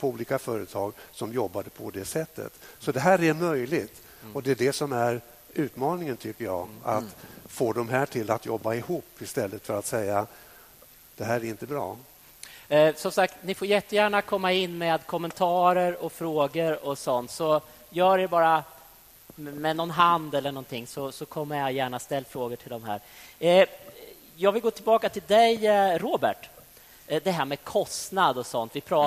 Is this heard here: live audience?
yes